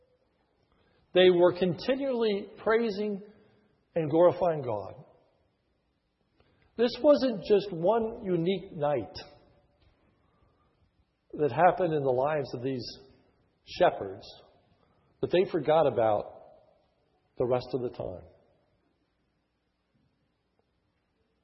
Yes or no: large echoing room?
yes